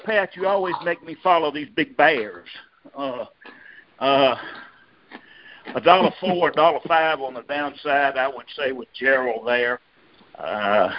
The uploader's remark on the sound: Oct 2021 Monthly Conference Call.